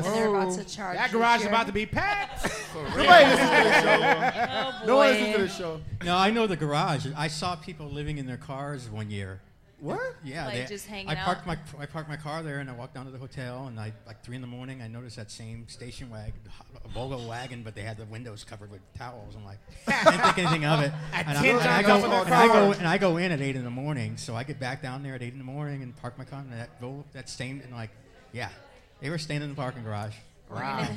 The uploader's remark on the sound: 4th Annual SXSW Preview Live From Collide ATX.